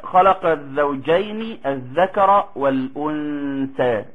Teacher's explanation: التاء مرققة فالغنة تبعت